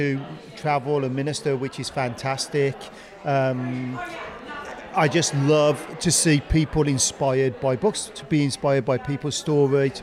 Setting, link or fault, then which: setting, busy venue